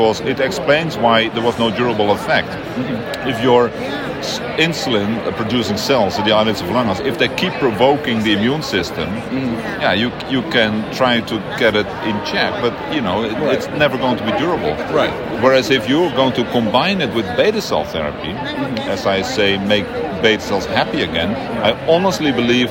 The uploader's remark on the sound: recorded during IDS Paris 2023